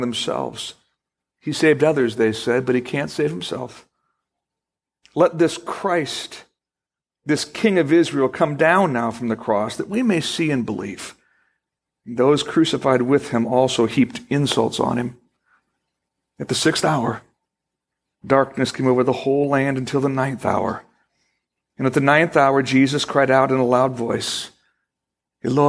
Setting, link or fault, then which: setting, large echoing room